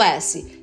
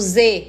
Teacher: S não vibra, né? Então o S é surdo e o Z é sonoro